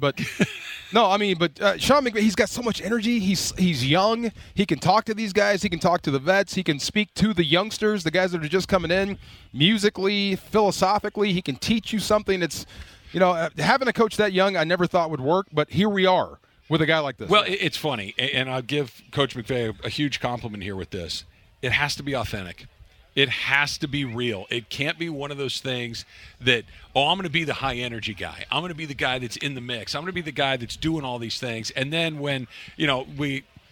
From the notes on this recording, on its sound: LIVE from Rams Camp in the City of Irvine! A group of shirtless guys with letters on the chest show up but we cant make out what they are trying to spell.